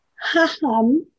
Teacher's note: La H se pronuncia al modo de las lenguas del Medio Oriente y siempre toma el sono aspirado característico de ella.